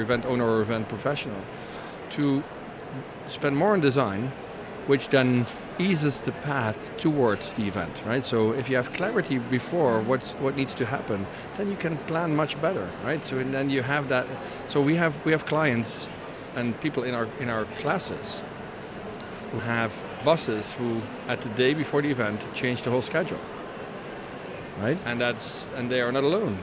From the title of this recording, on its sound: Live from #IMEXAmerica